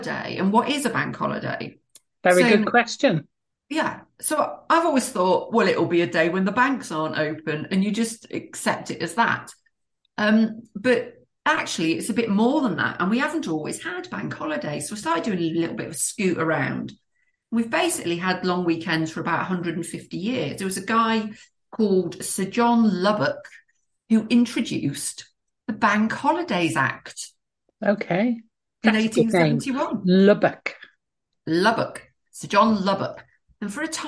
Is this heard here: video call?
yes